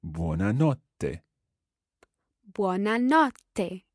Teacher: with that double T sound in there, try to bounce on it